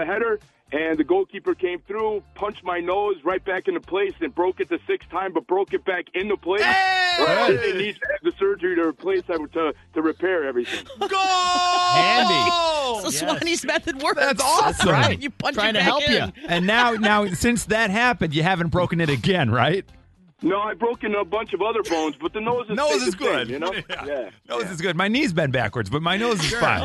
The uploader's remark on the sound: Mixers called